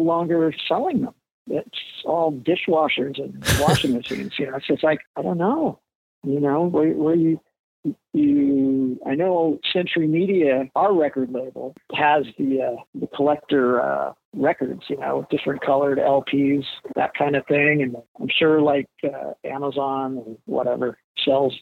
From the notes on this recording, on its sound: Although the original intent was to do a video interview, it just didn’t happen. After several attempts to get it to work, we settled on just doing an old-school phone interview.